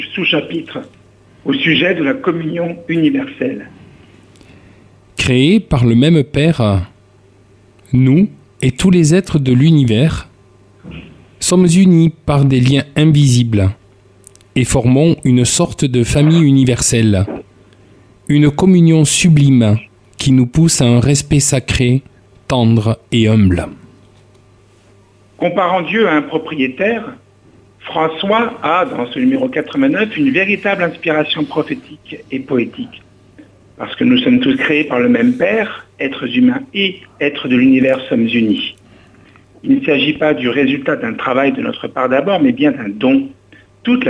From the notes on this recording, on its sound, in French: invité par téléphone